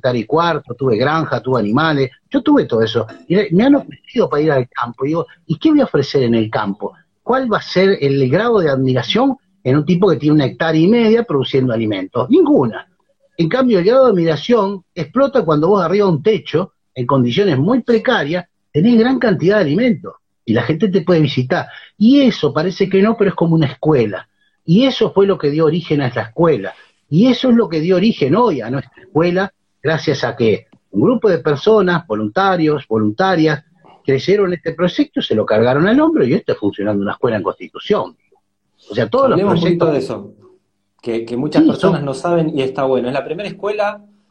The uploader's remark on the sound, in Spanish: Y a pedido de quienes escucharon en vivo, responde preguntas.